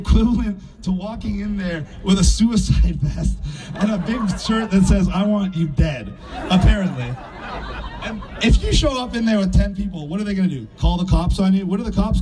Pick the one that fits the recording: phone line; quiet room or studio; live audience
live audience